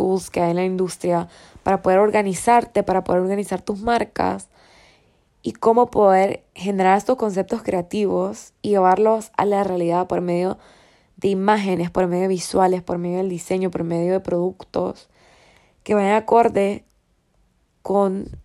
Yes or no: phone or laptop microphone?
yes